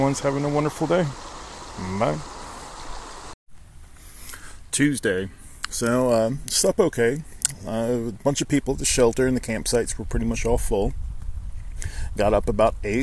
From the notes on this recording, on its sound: My uncut recordings while on the Appalachian Trail.